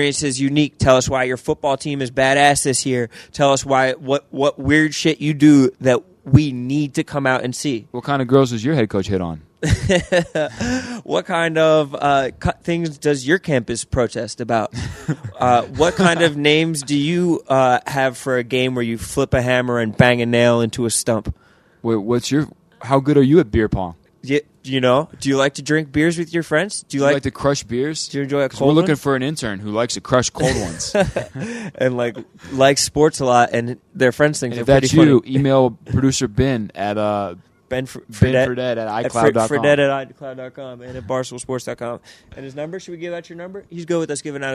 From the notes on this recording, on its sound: live from a Las Vegas desert